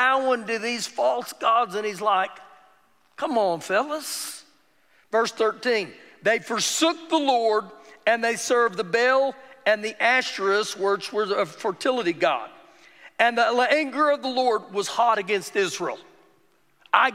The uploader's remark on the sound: Recorded live during our Wednesday night service.